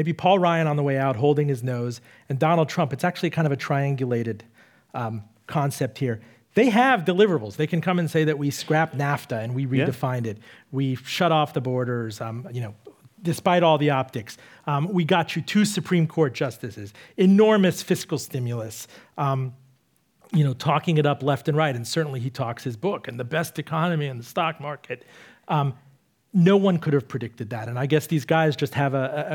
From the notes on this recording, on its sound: Recorded for an audience at Virginia's Museum of History and Culture.